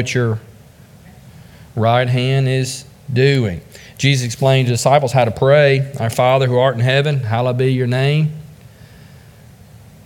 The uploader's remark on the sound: This is a message from the pulpit of Beaver Baptist Church in Brighton, Tn